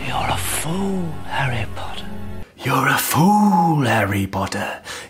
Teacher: He's being really breathy and allowing so much air to kind of travel through as he's speaking. So his vocal folds aren't completely coming together and making a full sound.